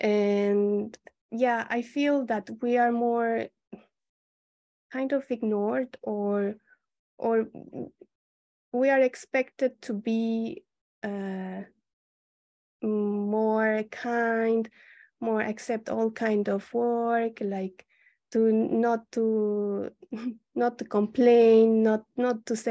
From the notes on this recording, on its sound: 収録場所： オンライン (Zoom). Venue: Online via Zoom.